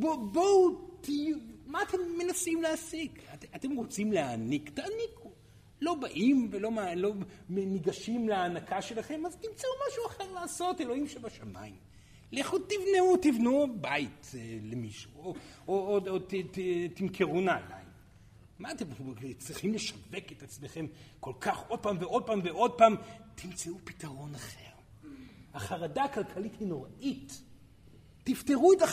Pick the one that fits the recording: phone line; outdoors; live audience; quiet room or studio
live audience